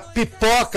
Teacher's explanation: vem a pipoca que explode a consoante bilabial